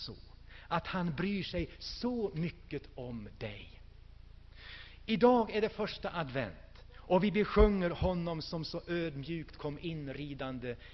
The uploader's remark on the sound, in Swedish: Inspelad i Hönö Missionsförsamling 2000-12-03.